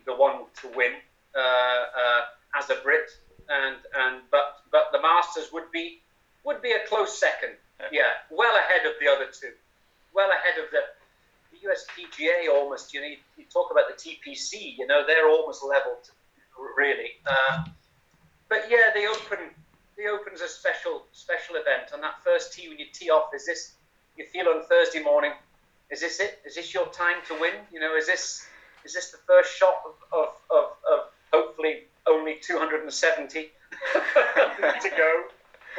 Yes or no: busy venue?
no